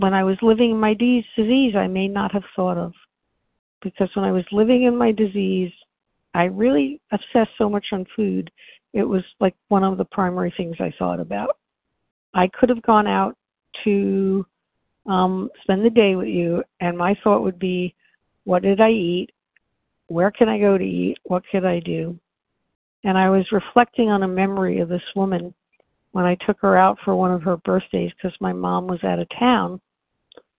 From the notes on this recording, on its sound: from the 100 Pounders Phone Meeting